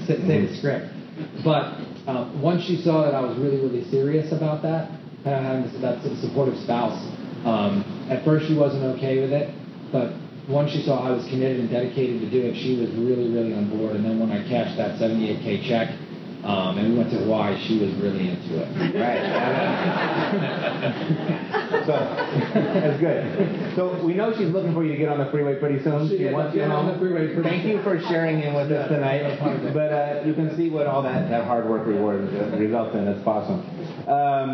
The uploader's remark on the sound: A special live Epic Real Estate Investing podcast. Recorded live during the Epic Intensive in Redondo Beach, CA.